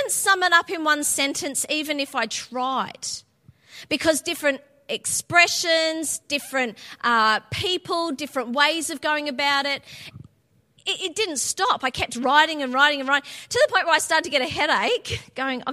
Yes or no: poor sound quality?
no